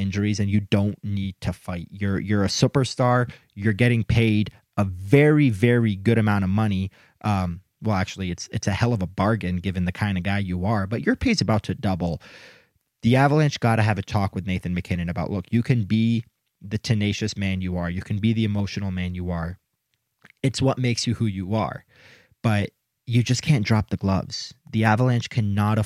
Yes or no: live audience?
no